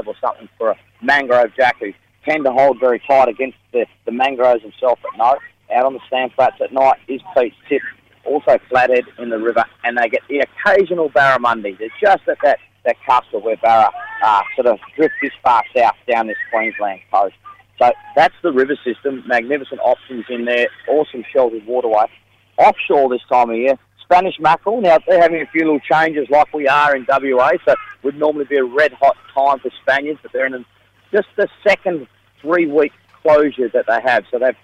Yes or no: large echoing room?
no